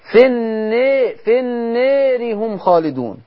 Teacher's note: أي ألف يجي ورا منها راء متطرفة مكسورة، الألف دي مقللة قولا واحدا لورش